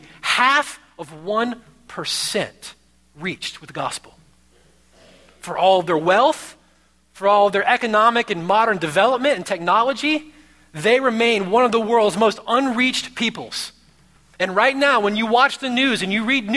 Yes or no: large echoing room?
yes